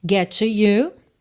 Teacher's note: Get termina em T, to começa em T. Você, é claro, junta num T só.